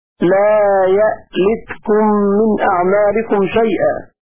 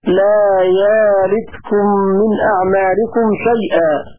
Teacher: ويقرأ الدوري بتحقيق الهمزة هكذا لا يألتكم من أعمالكم شيئا، ويقرأ السوسي بالإبدال هكذا لا يالتكم من أعمالكم شيئا.